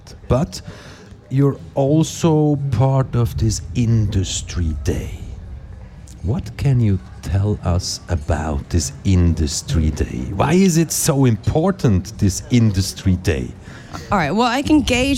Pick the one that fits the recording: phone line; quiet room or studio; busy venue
busy venue